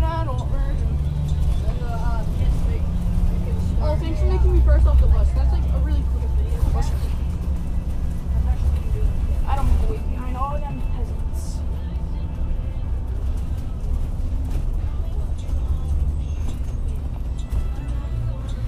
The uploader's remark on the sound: Recorded on a bus.